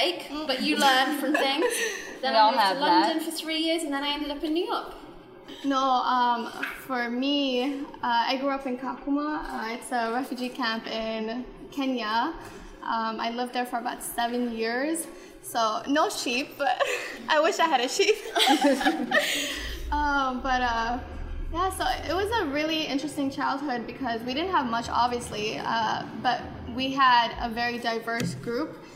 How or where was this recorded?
live audience